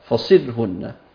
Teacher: وطبعا هنا بنلاحظ أن على قراءة حمزة بتكون الراء مرققة لأنها تبقى الراء ساكنة، مكسور ما قبلها كسر أصلية موصولة وليس بعدها حرف من حروف الاستعلاء